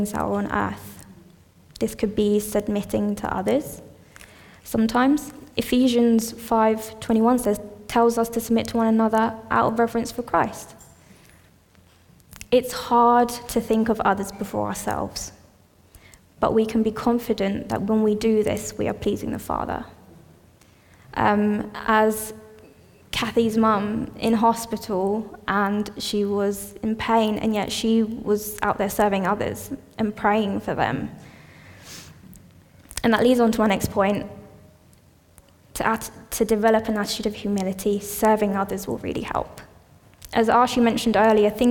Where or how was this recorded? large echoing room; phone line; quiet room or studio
large echoing room